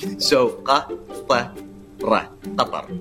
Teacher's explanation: it's a strong T, which is almost between a T and a D